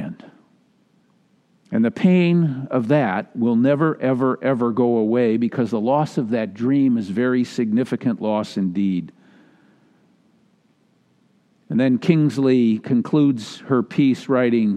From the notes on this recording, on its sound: Message delivered during the Traditional Worship Live Stream. Message delivered during the Traditional Worship Live Stream.